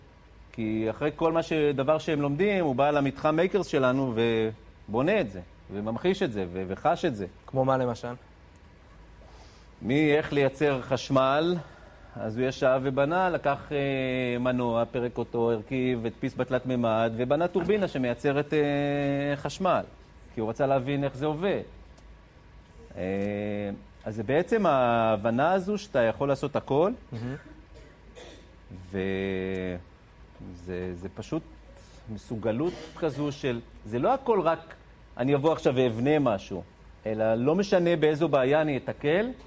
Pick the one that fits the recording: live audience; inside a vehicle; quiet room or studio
live audience